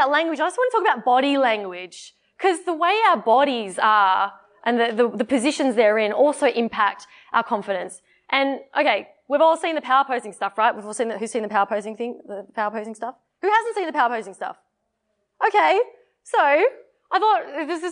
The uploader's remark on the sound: This is the raw recording of the Toastmasters D73 Convention workshop